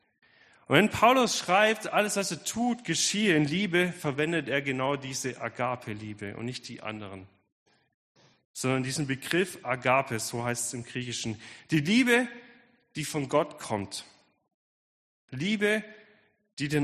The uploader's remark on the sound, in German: Predigt der Sueddeutschen Gemeinschaft Ditzingen.